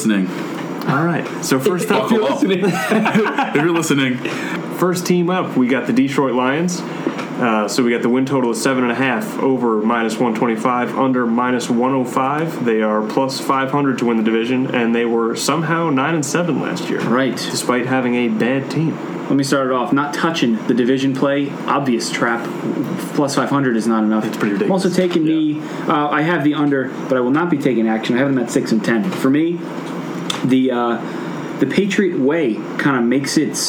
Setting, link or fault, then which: fault, background noise